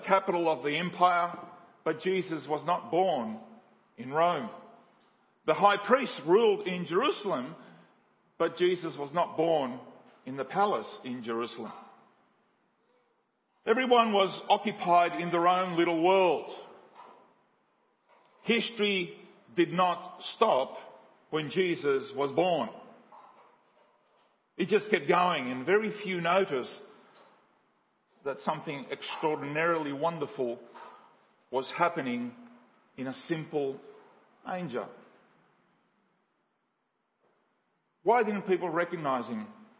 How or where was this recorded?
large echoing room